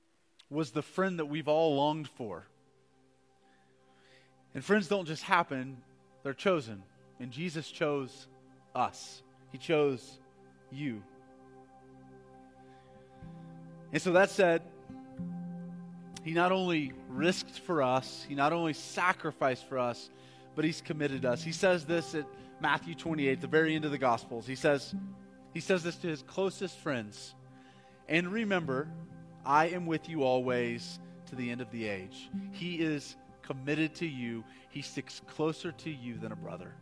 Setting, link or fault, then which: setting, large echoing room